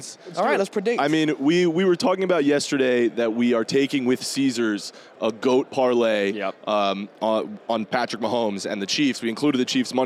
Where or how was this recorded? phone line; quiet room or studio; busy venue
busy venue